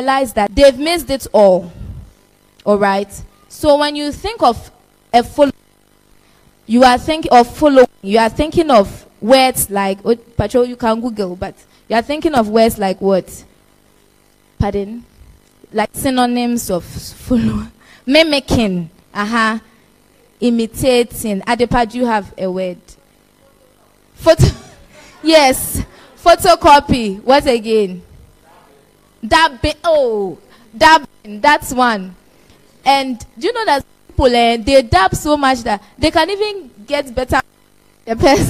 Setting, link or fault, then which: setting, live audience